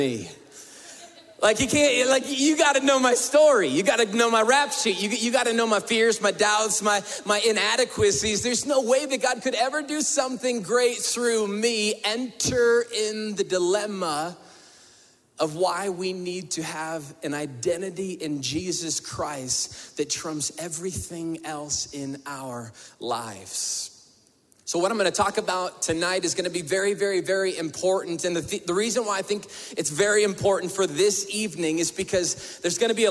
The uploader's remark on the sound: we were able to bring the weekend experience LIVE into our campus at the Denver Women's Correctional Facility